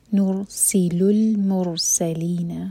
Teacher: المرسلین کا را ساکن بھی ہیوی اور سین پر سیٹی والی آواز آئے گی